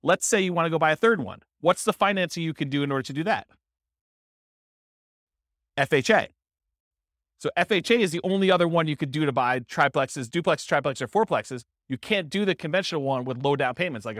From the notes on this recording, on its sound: This was a live class recorded